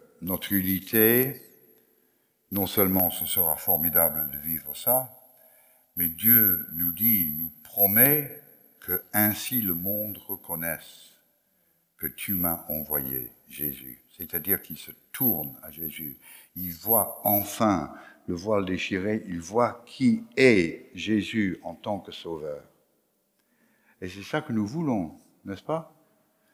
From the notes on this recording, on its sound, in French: Enregistré à l'église CVV, le 19/09/2021